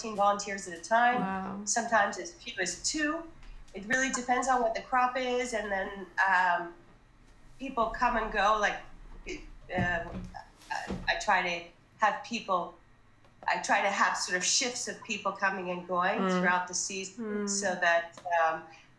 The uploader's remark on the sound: We&#8217;ve packed a lot into 38 minutes of Zooming. We’ve packed a lot into 38 minutes of Zooming.